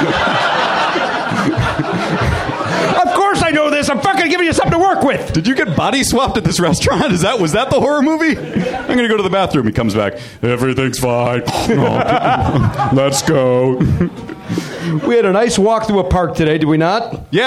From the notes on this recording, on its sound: Recorded live at the Comedy Bar in Toronto, Ontario, Canada.